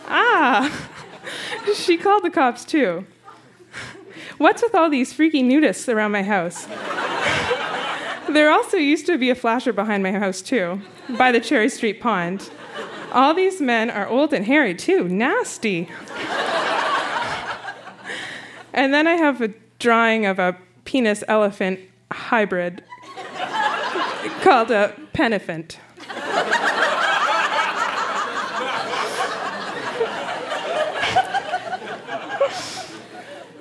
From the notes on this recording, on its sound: Recorded live at the Tranzac in Toronto, ON.